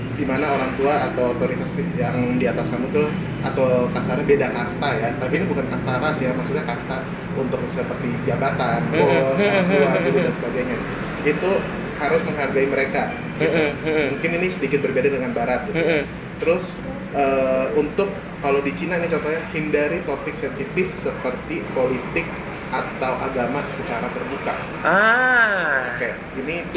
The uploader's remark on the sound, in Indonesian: Ngobrol Tentang Etika dan Etiket dengan Backsound Jalanan.